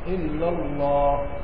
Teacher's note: يعني الالف اللي قبل الهاء دي لازم تمدها مد طبيعي